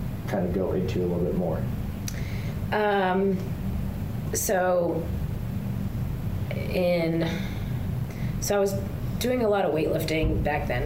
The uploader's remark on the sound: Welcomed us into Big Blue Strength this week for the Everyday Athlete podcast. We had some serious audio trouble, had to scrap the recorded audio and use the camera audio only.